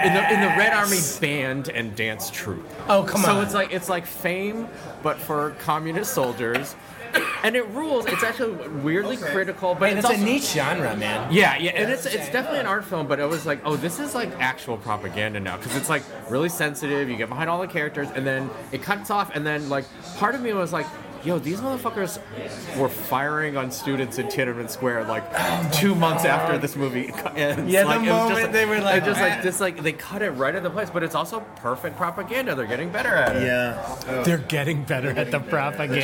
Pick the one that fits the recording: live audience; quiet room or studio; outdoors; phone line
live audience